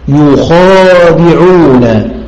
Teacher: بضم الياء وفتح الخاء وإثبات ألف بعدها وكسر الدال